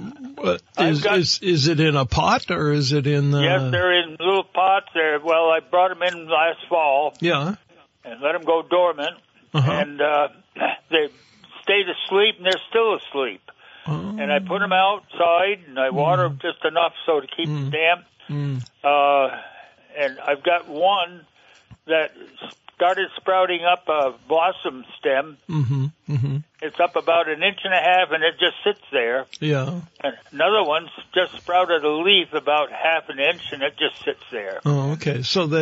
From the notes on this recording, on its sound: phone call filled episode